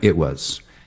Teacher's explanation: A lot of us will just do a glottal stop there for that T.